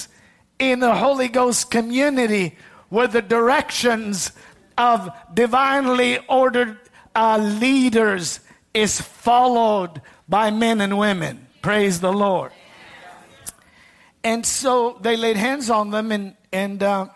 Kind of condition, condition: setting, large echoing room